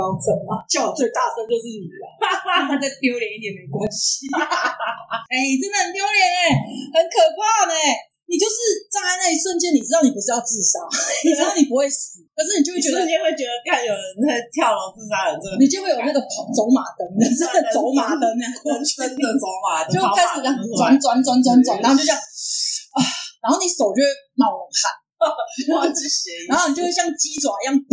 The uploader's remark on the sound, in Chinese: 收音糟,我知道,請忍耐,會改進~~~真心發現不能胡亂改錄音方式。